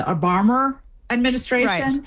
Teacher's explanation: in accents where you drop an R, the rule is you only drop it when it occurs before a consonant, but not before another vowel · Term: linking R